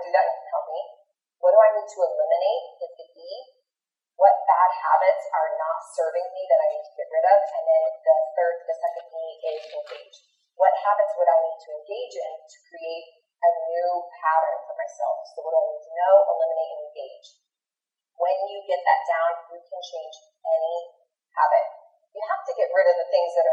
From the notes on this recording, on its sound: Thanks for your patience on the audio quality - the Rona got it!